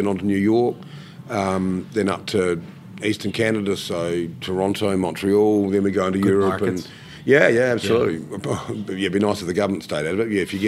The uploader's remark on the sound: travels down to the Naples Winter Wine Festival in Florida to interview winemakers from all over the world